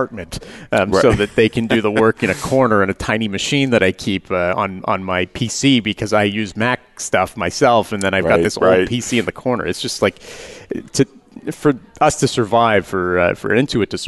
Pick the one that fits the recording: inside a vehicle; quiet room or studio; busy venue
busy venue